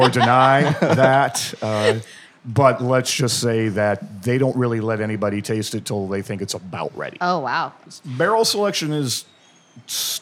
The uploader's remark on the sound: The 2021 Battle of the Barrel-Aged Beers, one of the most popular events of the DC Brewers' Guild's annual DC Beer Week. Recorded live at the event!